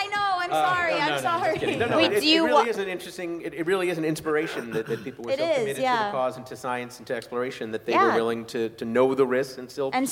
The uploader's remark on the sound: The show was recorded at The Angel City Brewery in Los Angeles. The show was recorded at The Angel City Brewery in Los Angeles.